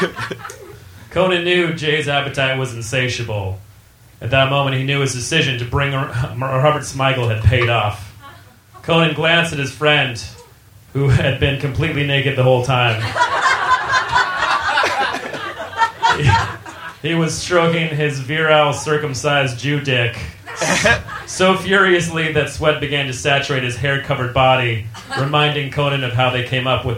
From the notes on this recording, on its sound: Recorded live at Union Hall, Brooklyn, 3.16.13